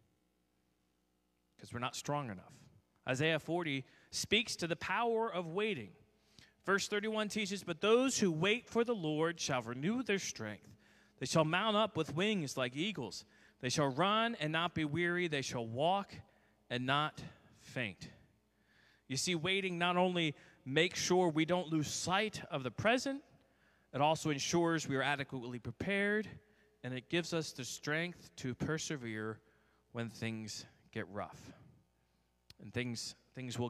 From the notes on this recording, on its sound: This message was first preached on 5/15/2022 at Linglestown Life Church in Harrisburg, PA.